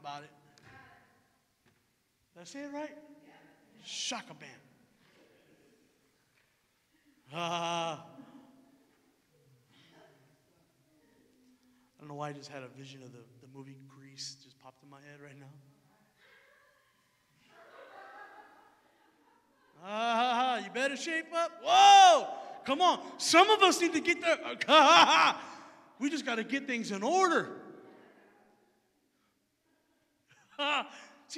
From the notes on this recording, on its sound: Recorded Live at Emerging Streams Apostolic Hub in Stryker, Ohio